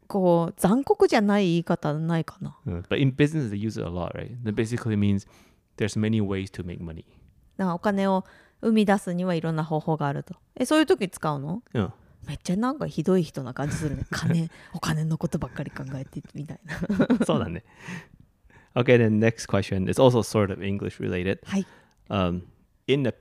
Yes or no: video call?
no